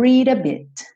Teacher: Esse D do read virou rarará